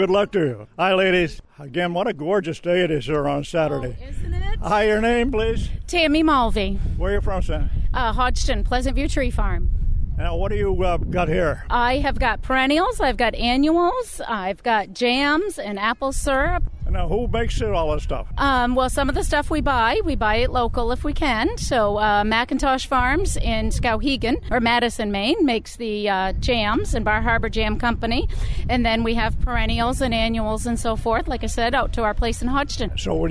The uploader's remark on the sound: Talks to People at the Houlton Community Market. WHOU 100.1 FM.